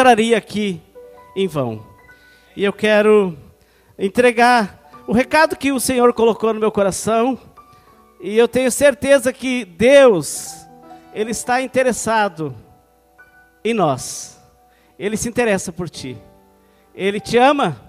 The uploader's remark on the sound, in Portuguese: Culto de Celebração dia 27/09/2020 na Igreja ABA Blumenau (Transmitido ao vivo)